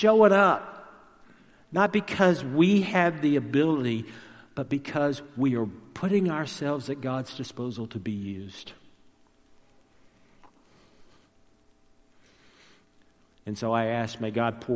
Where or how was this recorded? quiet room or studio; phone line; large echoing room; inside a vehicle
large echoing room